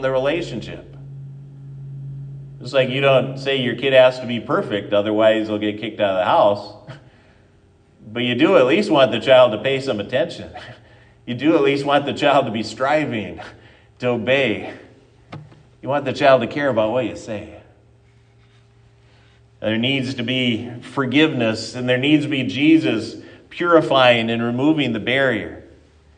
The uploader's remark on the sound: at Triumph Lutheran Church, Ferndale, Washington